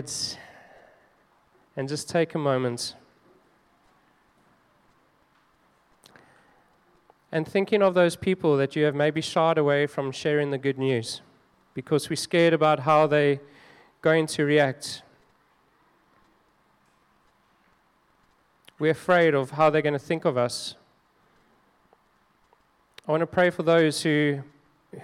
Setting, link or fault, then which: setting, large echoing room